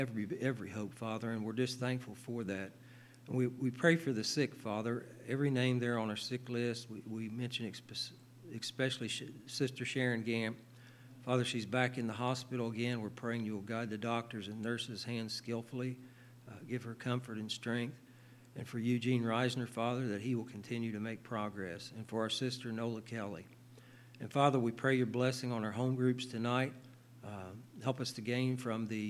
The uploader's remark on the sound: LIVE Services at Sunshine